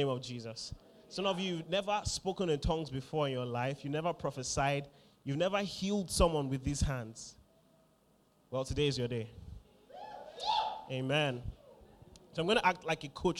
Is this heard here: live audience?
yes